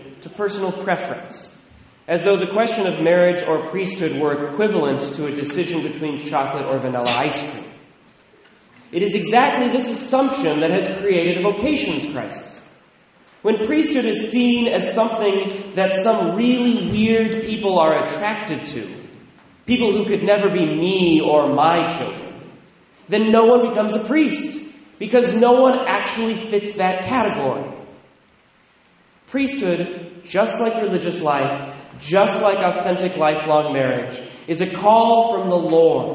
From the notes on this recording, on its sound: Recorded at Sacred Heart, La Conner, WA